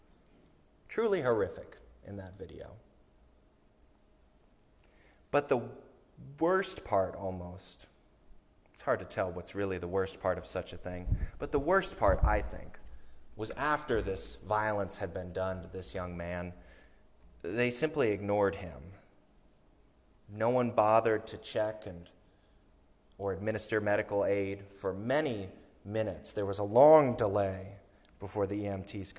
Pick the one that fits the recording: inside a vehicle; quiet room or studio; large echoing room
large echoing room